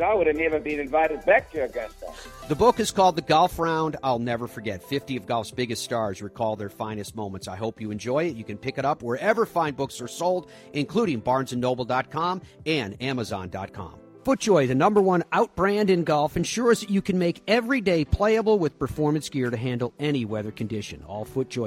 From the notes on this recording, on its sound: broadcasts live from the beautiful Sea Island resort and the RSM Classic